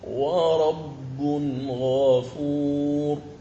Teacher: فنقرأ بالإظهار لأن التنوين جاء بعده حرف الغين